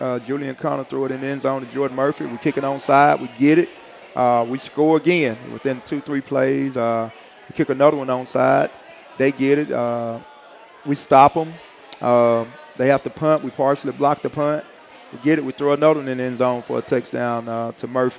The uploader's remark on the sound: Recorded live from Walk-On's Bistreaux & Bar.